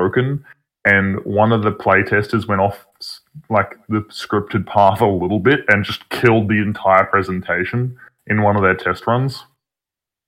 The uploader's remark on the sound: this is a trial for our new format so the audio may not be the best but we are looking into it moving forward